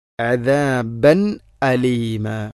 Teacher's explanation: وطعاما ذا غصة وعذابا أليما، وعذابا إظهار تنوين ശേഷം ഹംസ വന്നാൽ അവിടെ മണിക്കാൻ പാടില്ല, ഇൽഹാറാണ് ചെയ്യേണ്ടത്, അഥവാ തൻവീനിനെ കൃത്യമായിട്ടും വെളിവാക്കണം.